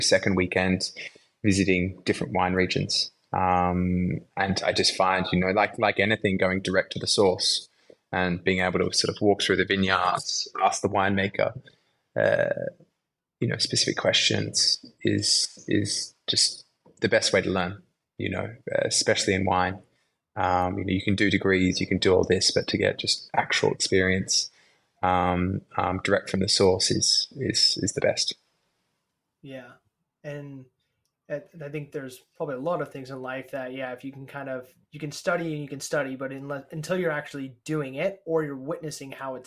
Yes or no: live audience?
no